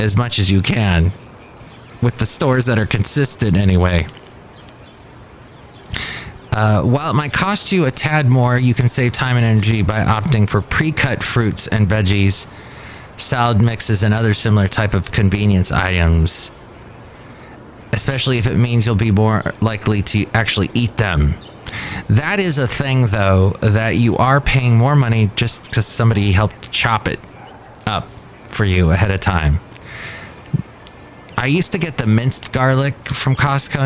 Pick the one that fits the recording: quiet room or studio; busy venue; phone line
busy venue